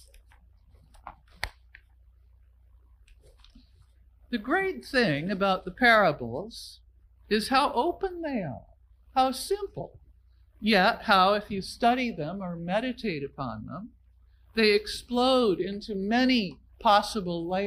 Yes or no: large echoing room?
yes